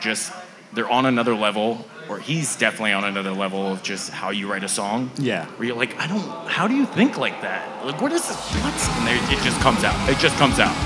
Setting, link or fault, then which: setting, busy venue